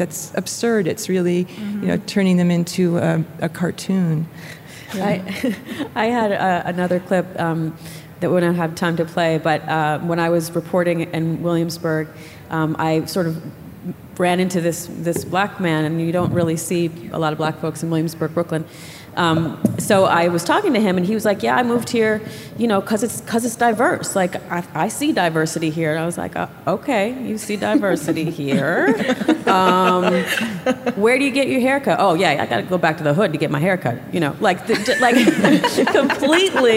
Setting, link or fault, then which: setting, live audience